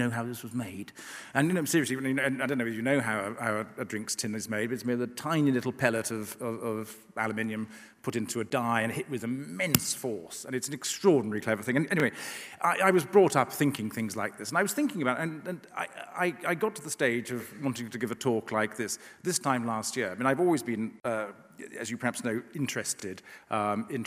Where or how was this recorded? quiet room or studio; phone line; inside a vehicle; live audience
live audience